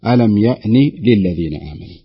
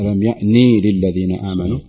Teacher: فينتبه لمسألة الكسر في النون يعني لا يشبعها · Shown in: first take